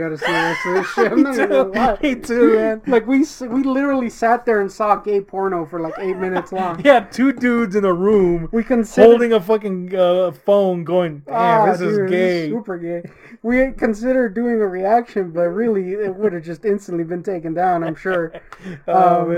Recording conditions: poor microphone